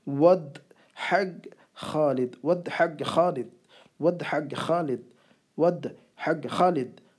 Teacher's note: ہگ ہگ ہگ حلق سے نکالنا ہے اس کو · Term: حفظ والی ہا